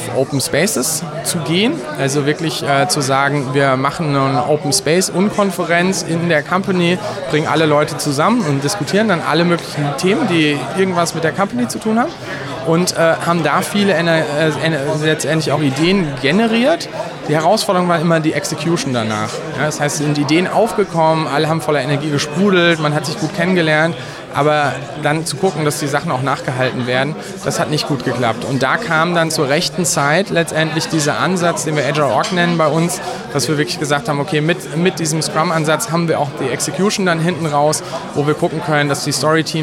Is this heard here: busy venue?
yes